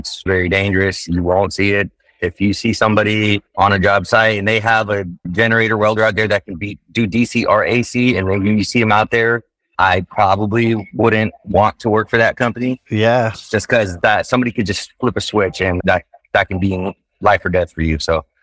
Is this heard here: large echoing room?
no